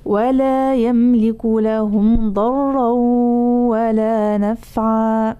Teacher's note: ضرا بين حرف الراء بلا غنة، الغنة ليست موجودة في الراء